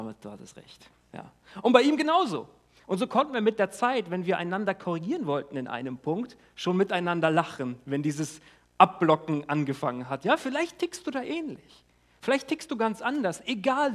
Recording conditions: large echoing room